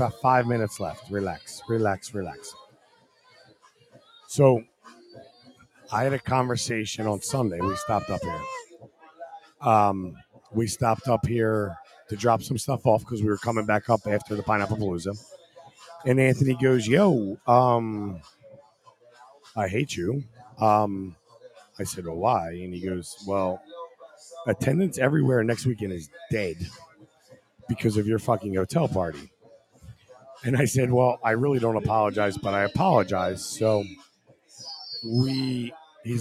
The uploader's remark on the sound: LIVE from the Paradise Club